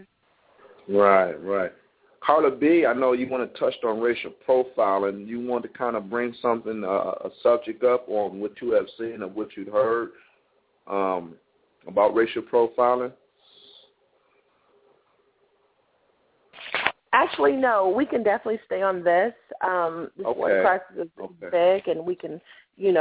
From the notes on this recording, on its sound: The hosts open up the phone lines.